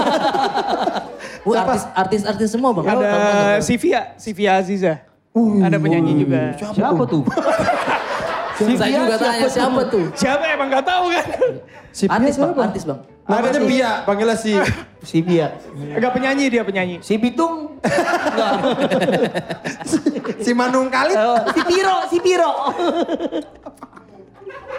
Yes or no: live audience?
yes